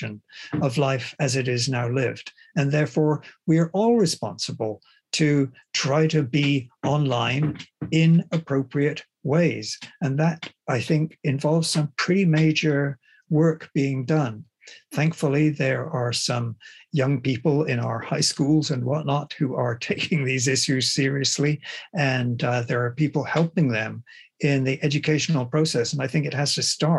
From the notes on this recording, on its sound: The seminar took place over Zoom.